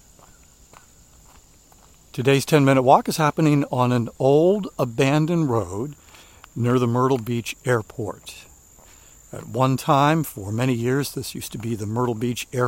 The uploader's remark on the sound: you'll enjoy the sounds of nature